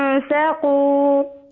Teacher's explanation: وأنفقوا تختمينها بهمزة، احذفي هذه الهمزة، لا تقفلي الوترين الصوتيين، قولي هكذا وأنفقوا.